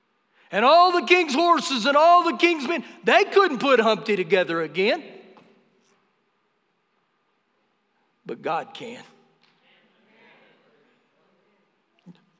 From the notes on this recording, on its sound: Recorded live during our Sunday morning service